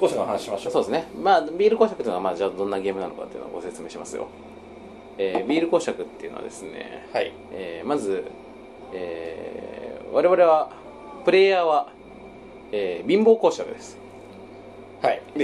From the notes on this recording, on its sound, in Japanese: いつになくアンニュイな空気たちこめるカラオケボックスでの収録によるものか。